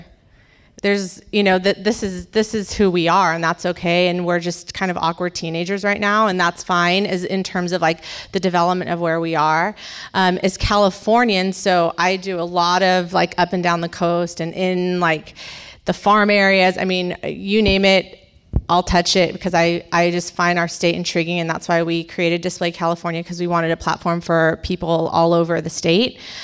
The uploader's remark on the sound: A audience member asks panelists for advice on how to dress as the officiant at a NorCal wedding. At the CLARA Auditorium in Midtown Sacramento.